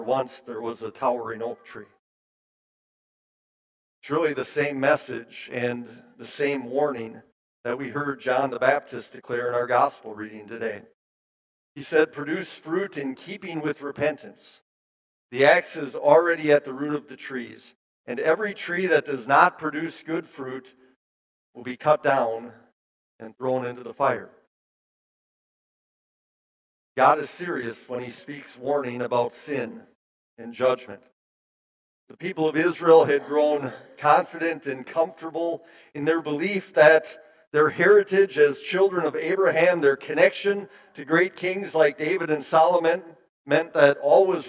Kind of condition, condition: setting, large echoing room